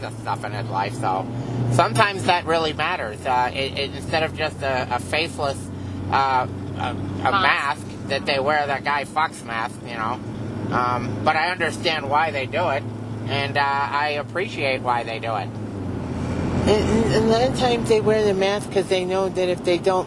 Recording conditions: inside a vehicle